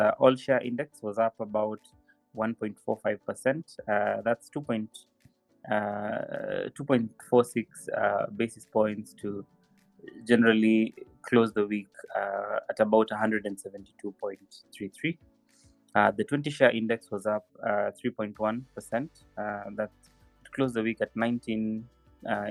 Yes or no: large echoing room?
no